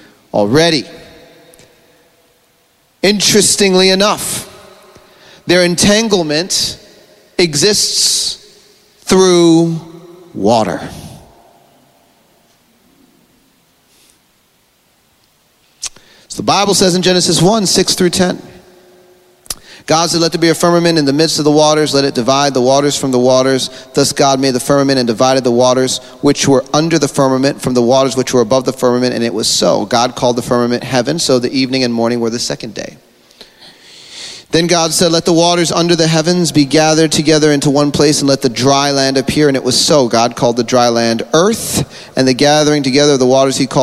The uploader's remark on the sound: This is the Friday afternoon session from the Elementals Conference in Adelaide Australia at Field of Dreams church in March 2023.